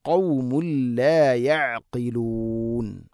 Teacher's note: ഐൻ തൊണ്ടയുടെ മധ്യഭാഗം, ഖാഫ് ചെറുനാക്കിന്റെ ആ ഭാഗവുമാണ് മഖ്റജ്.